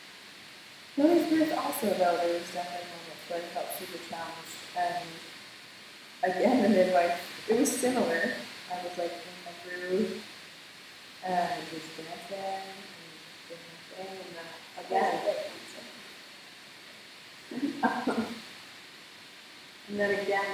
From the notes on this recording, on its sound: We had some technical difficulties, and the audio quality is not ideal. It's pretty fuzzy for the first 10 minutes, but gets better after that.